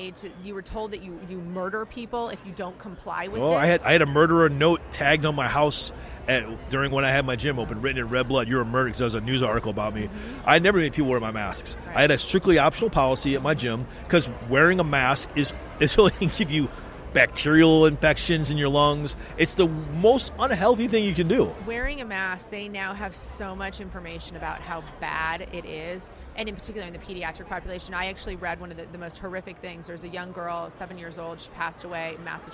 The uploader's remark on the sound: The Unity Project What’s UP? Podcast at AmFest.